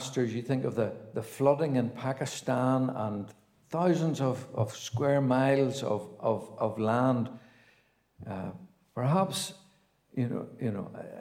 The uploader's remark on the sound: a Gospel Audio Recording from Ballyclare Gospel Hall